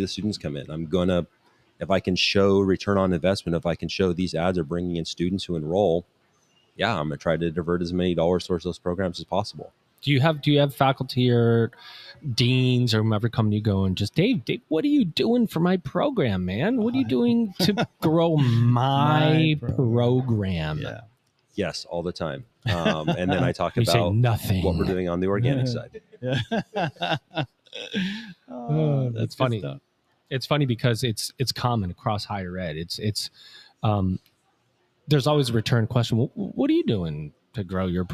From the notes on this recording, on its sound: recorded LIVE & in person from the InsightsEDU 2024 conference in Phoenix, AZ